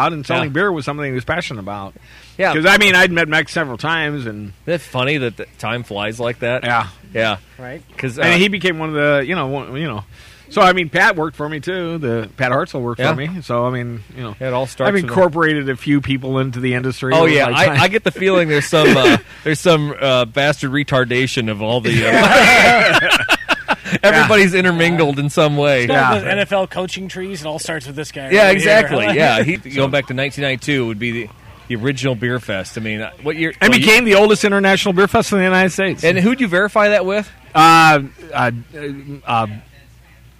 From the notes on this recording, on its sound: Clips from the festival VIP tent. Audio fail!